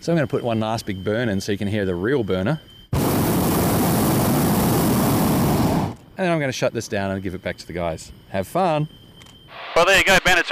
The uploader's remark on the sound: Recorded most of this Australia Desk segment while flying a Cirrus SR20 from Essendon Airport (YMEN) in Melbourne to Temora (YTEM) on a day trip to the RA-Aus NatFly event.